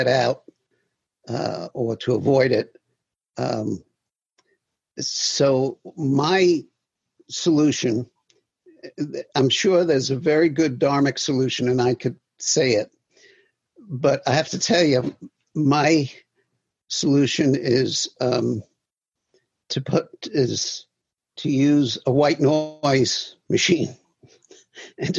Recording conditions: video call